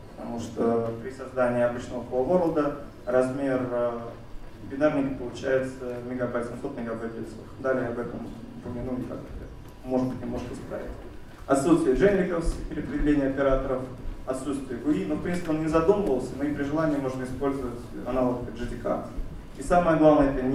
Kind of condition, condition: setting, live audience